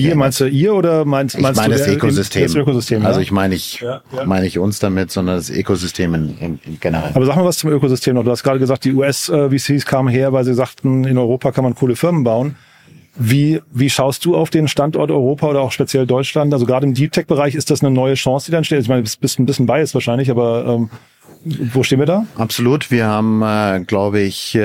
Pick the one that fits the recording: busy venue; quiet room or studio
busy venue